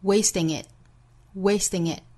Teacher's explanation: t 这个音上美音呢会倾向于读成类似于 d 的发音